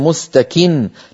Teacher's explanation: يعني نطقت نونا واحدة مع أنها في الوصل نونان، مستكن، لكن عندما نقف عليها نقول مستكن.